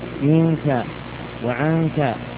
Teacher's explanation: فان النون هنا لا تلامس طرف اللسان وانما تتحول إلى غنة تكون من الخيشوم